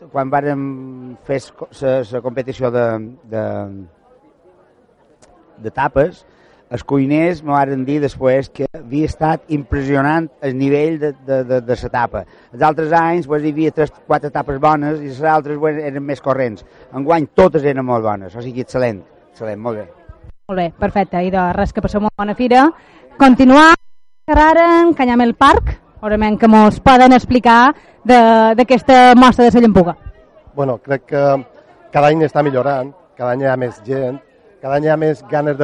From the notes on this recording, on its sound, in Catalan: Especial XV Mostra de la Llampuga. Programa en directe des del moll de Cala Rajada.